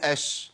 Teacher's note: قلنا الشين رخوه بيجري فيها صوت قد ايه؟ اقول اش بس.